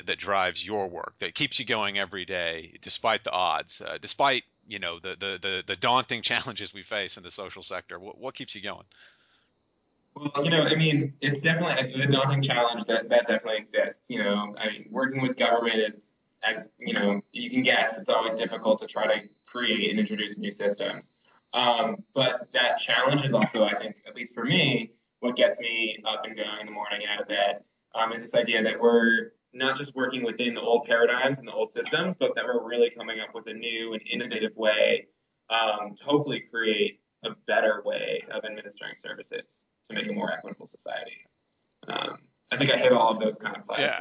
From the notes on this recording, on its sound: Recording quality = a little down because of connectivity issues